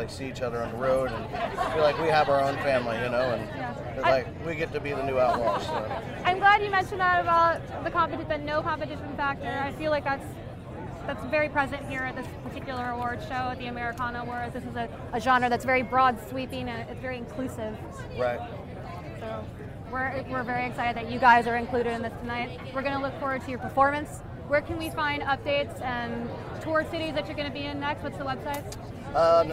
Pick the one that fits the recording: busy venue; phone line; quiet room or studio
busy venue